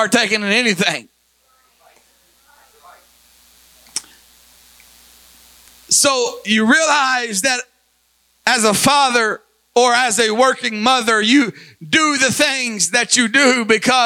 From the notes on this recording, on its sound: Recorded at Life Apostolic Church of Madisonville, KY.